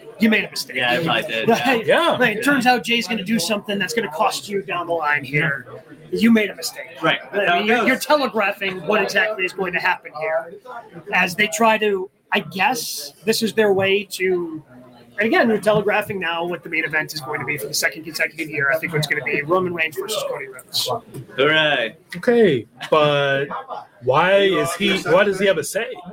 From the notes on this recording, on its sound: live from Starrcast in Schaumburg, Illinois